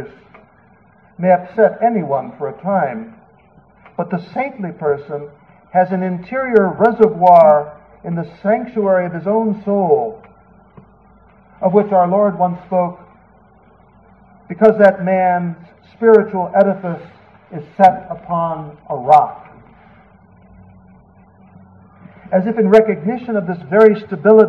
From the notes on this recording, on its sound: 7PM EF Mass. It was delivered at the evening outdoor Mass - a Solemn High Mass in the Extraordinary Form. The quality of this recording is lower because it was not a direct feed. There is a little more background noise.